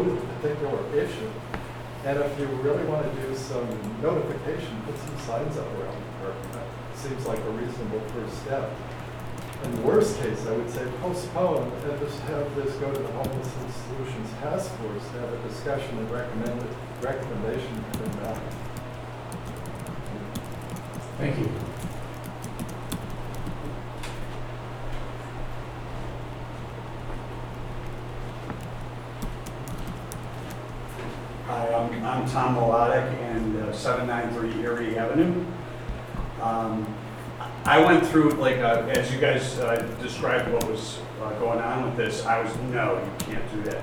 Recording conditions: large echoing room